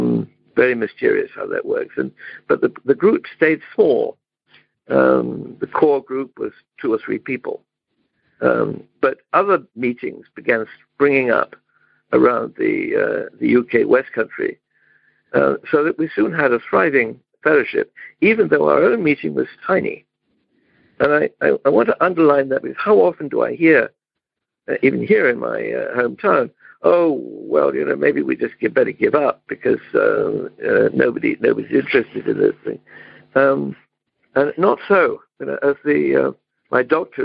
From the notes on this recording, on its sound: In Romania - Monday Noon Phone Speaker Series.